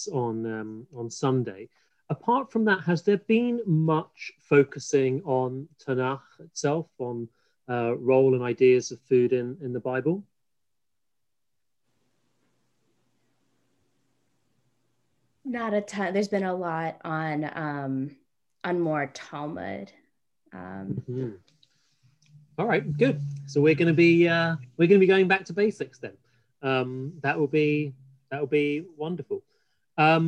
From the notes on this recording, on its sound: This audio was originally captured from Zoom. As part of Drisha's Winter Zman.